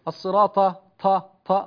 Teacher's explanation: والطاء حرف مجهور يعني لا يهمس